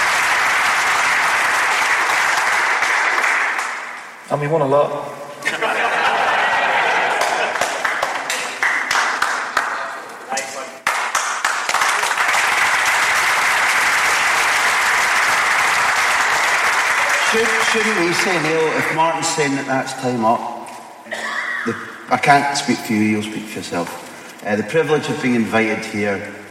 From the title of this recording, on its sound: Live: The Q &